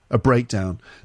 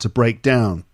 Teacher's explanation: if it's a verb, we stress the second part · Shown in: second take · to break down.